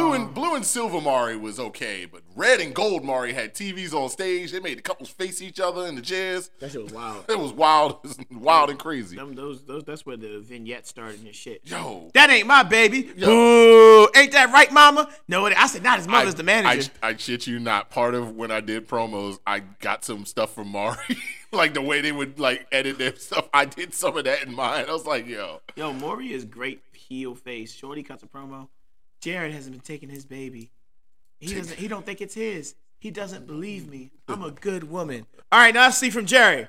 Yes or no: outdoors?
no